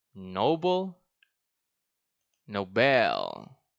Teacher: it's the same pronunciation, but the difference is the stress on the first, and the other one is on the second syllable